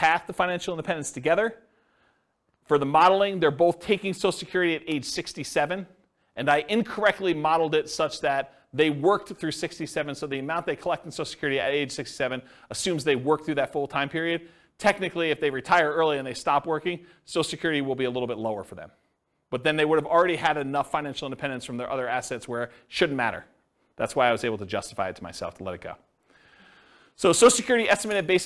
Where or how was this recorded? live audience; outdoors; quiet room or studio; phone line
live audience